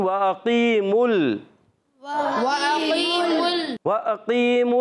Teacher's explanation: قاف موٹا رہے گا، حرف مستعلیہ میں سے ہے، زبان کی جڑ تالو کے نرم حصے سے قاف ادا ہوتا ہے. قاف یا زیر قی، یہ یا مدہ ہے، ایک الف کھینچنا ہے، میم پر پیش آنے کی وجہ سے ہونٹ گول ہو جائیں گے، میم کی پیش ڈائریکٹ لام سے ملائیں گے.